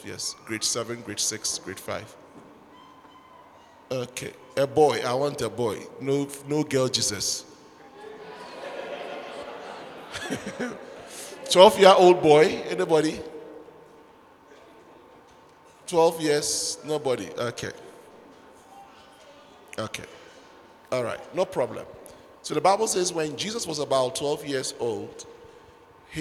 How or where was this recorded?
large echoing room